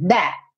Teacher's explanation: Esse T do that, do final, você quase não escuta, ele dá uma cortada mesmo, tipo that.